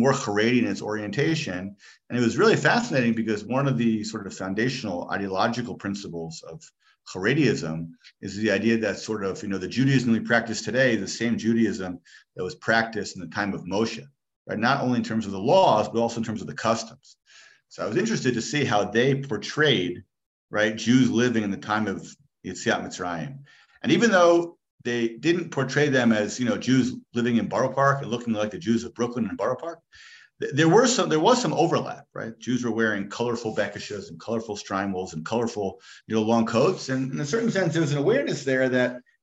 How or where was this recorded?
video call